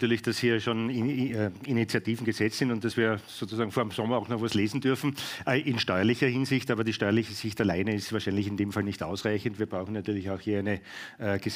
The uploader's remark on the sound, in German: Der aktuelle KSW Upcast ist eine Live-Aufzeichnung des KSW Frühjahrsempfang 2023.